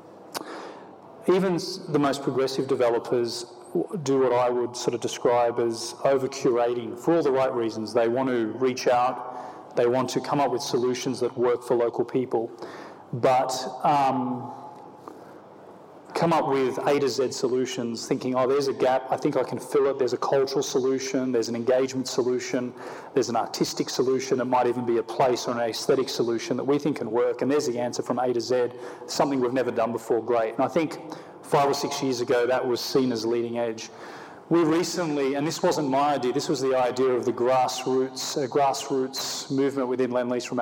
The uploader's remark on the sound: on stage at the Festival of Place